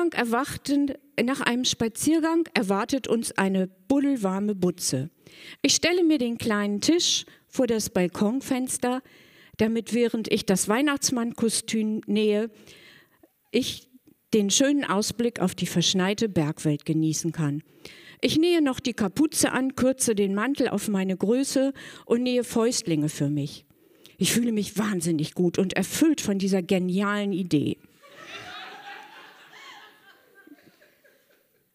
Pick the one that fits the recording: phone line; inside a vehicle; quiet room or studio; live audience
live audience